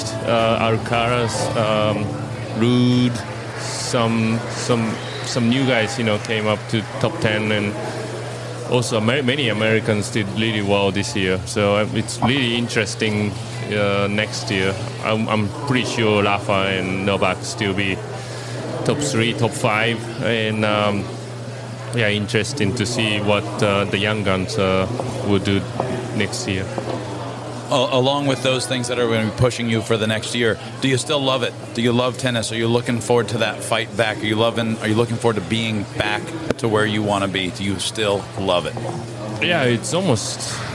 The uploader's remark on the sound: This interview was recorded in the lobby of the Outrigger Reef. A three-day tennis event held in Waikiki, Hawaii. This interview was recorded in the lobby of the Outrigger Reef.